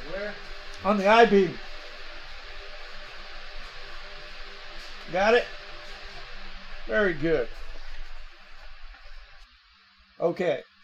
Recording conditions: poor sound quality